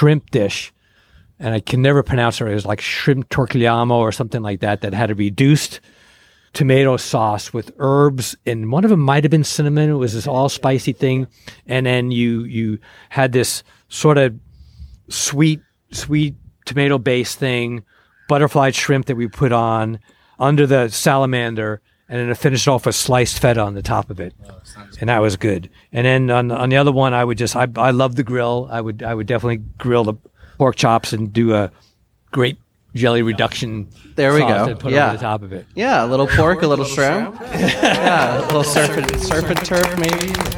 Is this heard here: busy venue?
yes